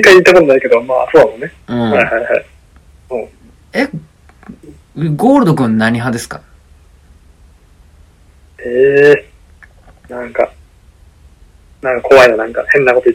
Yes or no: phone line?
yes